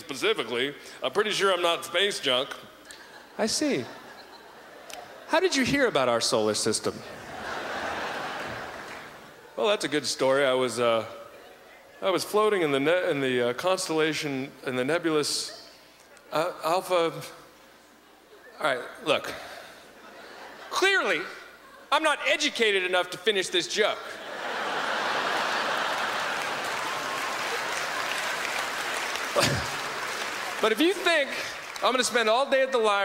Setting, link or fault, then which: setting, live audience